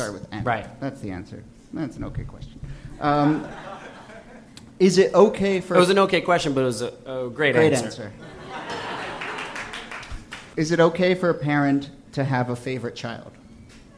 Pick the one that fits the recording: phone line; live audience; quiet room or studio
live audience